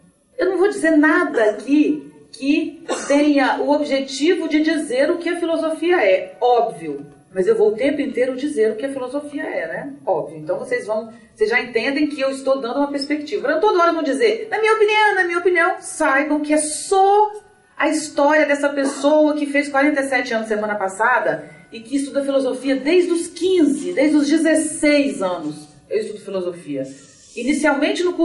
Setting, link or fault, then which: setting, live audience